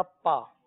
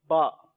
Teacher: اگر اس کو تر حصوں کے بجائے، تر یعنی گیلے ہونٹوں کے وہ حصے جو تر رہتے ہیں، گیلے رہتے ہیں، ان کو تر حصے کہتے ہیں، یہی با کا مخرج ہے۔ اگر اس کو خشک حصے سے ادا کیا جائے گا تو یہ بن جائے گا پا · Shown in: first take